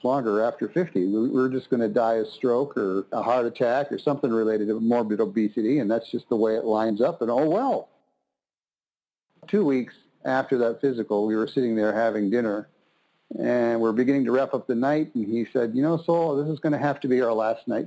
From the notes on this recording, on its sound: conference-call based classes